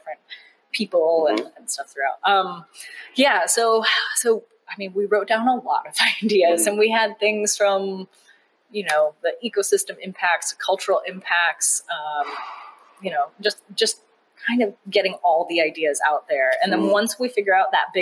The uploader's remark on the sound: Live from The Smithsonian Museum of Natural History